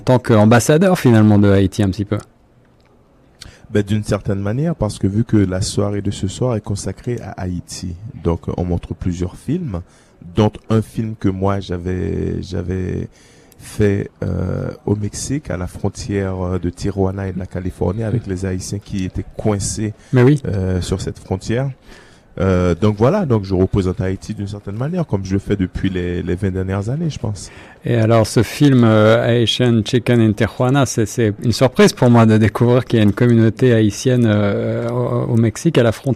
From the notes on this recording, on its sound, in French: En direct depuis la soirée de clôture du Caribbean Tales Film Festival, 20 Septembre 2018.